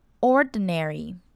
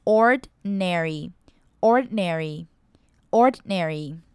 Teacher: 我们可以发很短的 e 的音，ordinary，或是甚至那个 e 的音可以省略